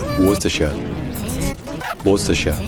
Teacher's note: sur la première syllabe, Wos, donc c'est un OU qui est court, Wos. Ensuite on a juste TA, puis on a SHIA. · Term: accent tonique